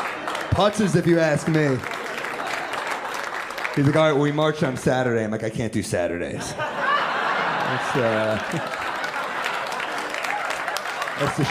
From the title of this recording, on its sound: Stand Up Comedy Live Gotham Comedy Club